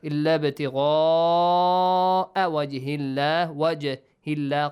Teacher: on ba you have to produce an echoing sound. Illa batigha wajhillah qalqala.